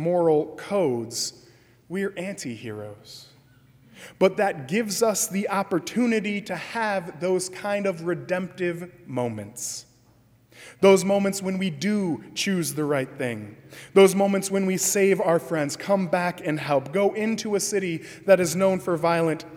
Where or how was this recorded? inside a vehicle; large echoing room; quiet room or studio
large echoing room